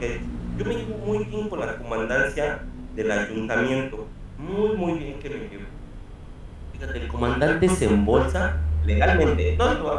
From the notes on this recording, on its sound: Bad audio sorry.